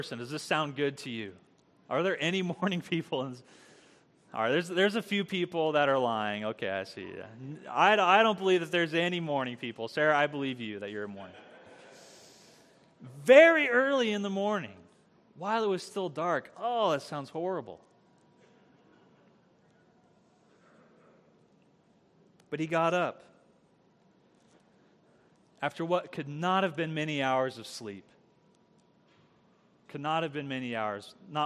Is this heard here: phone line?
no